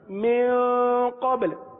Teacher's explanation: با پر کلکلہ کریں اور لام کو ساکن کر دیں